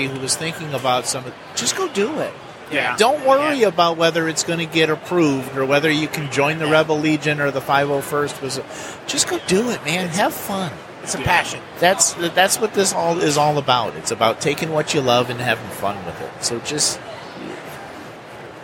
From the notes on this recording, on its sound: Live at Motor City Comic Con with the 501st Legion. Live episode at Motor City Comic Con.